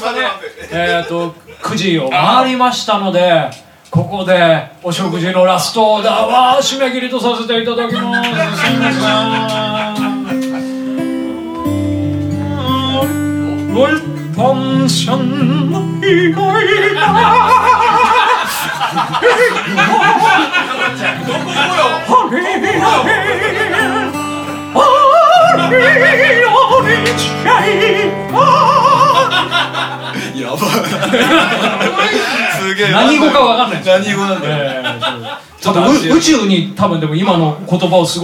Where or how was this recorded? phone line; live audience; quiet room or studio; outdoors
live audience